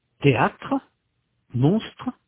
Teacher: En français, les deux consonnes se succèdent plus rapidement. Elles sont plus étroitement liées l'une à l'autre. · Term: groupes de consonnes